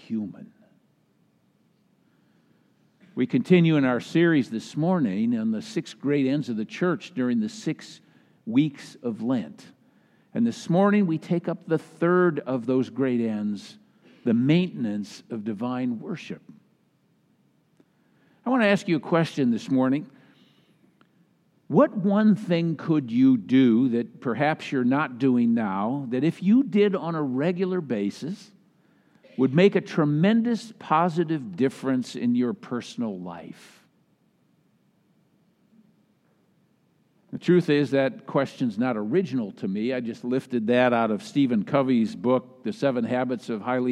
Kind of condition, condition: setting, large echoing room